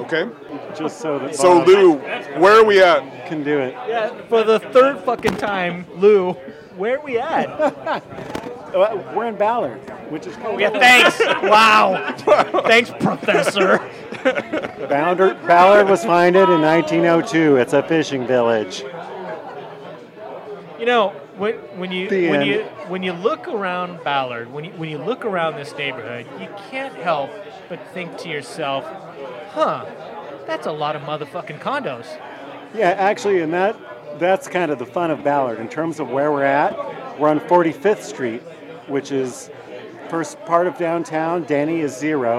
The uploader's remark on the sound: Recorded live at The Sloop Tavern in historic Ballard, a stone's throw from the Ballard Locks.